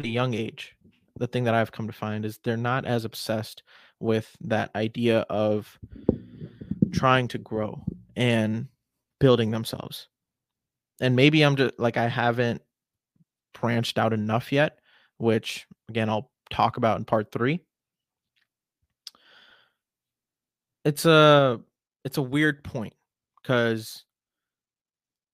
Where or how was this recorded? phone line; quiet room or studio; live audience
quiet room or studio